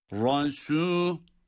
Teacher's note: Ra kalın ama sin ince.